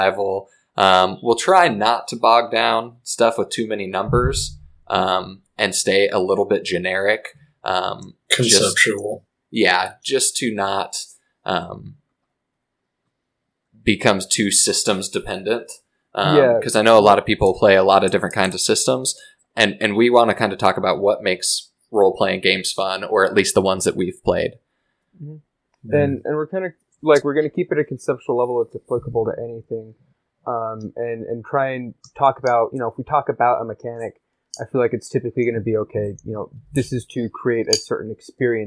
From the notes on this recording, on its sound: This was part of an initial recording session, there are sadly some audio issues we corrected for later episodes.